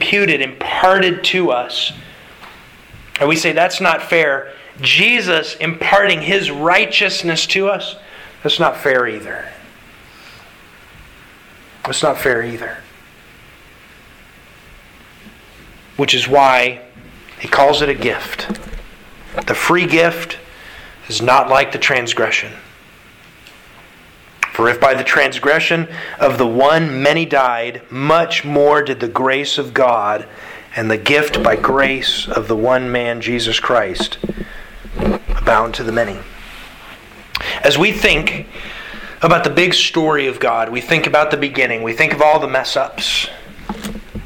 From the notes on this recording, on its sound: Sermon delivered to the Galena Bible Church, Sunday March 6th, 2022